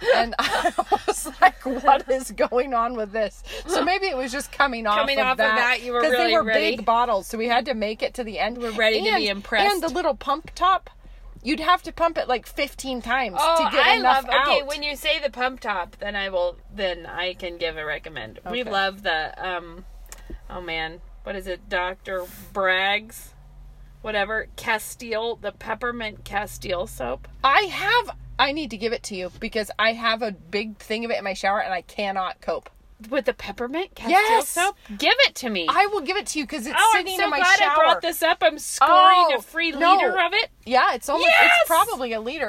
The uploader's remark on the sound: We are back in the car.